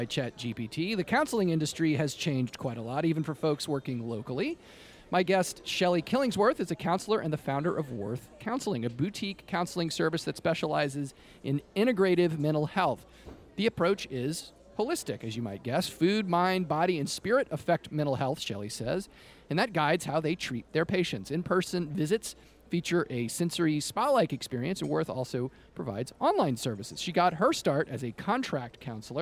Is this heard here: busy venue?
yes